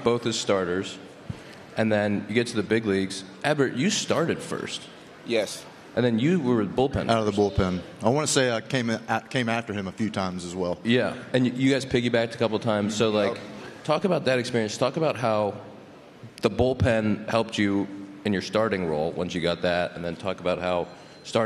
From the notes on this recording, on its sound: The Compound LIVE from CubsCon! The second annual Compound Live from Chicago with many special guests.